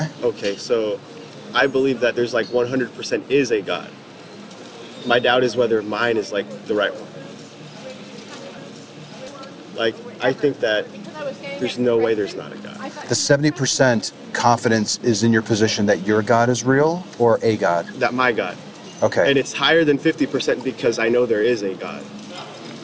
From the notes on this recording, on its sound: Location: San Antonio, Texas. Recorded w/Go-Pro. Edited w/PowerDirector.